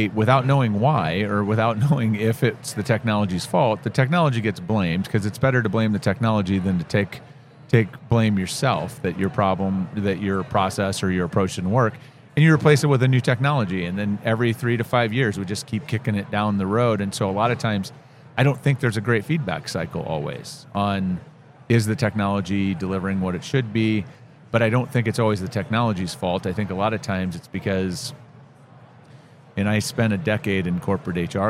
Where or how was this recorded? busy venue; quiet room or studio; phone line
busy venue